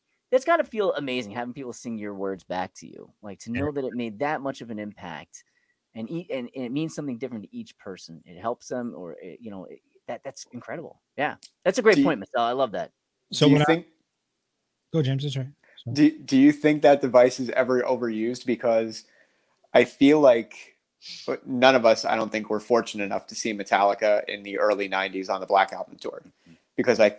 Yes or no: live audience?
no